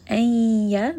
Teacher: So one of the letters of idgham with ghunna, meaning that you are merging this noon sound within the ya and bringing that up into the nose